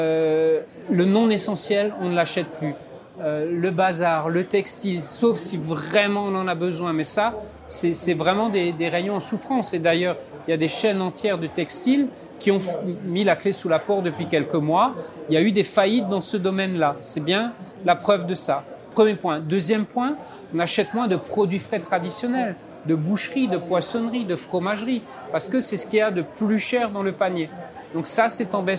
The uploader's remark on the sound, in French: L'émission Ecorama enregistrée lors de la REF du Medef le 28 août 2023 à l'Hippodrome de Longchamp.